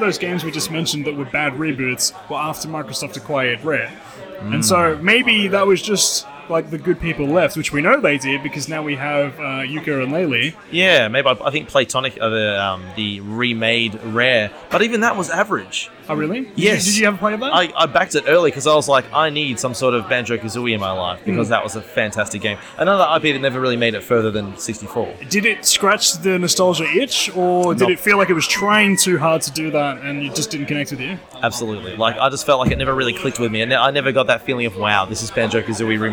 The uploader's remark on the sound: Coming at you live from the Go Game Retro Market in Melbourne, surrounded by retro games and nostalgia